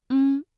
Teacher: 舌根迅速的抬起接近软腭，同时软腭下垂，打开鼻腔通道，气流从鼻腔流出，形成后鼻音嗯